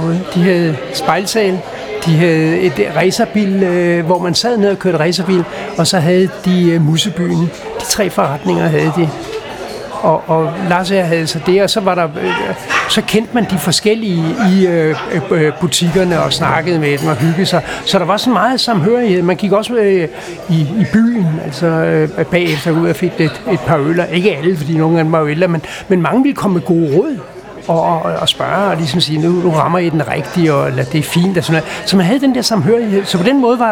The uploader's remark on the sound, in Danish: Optaget på Axelborg Bodega, København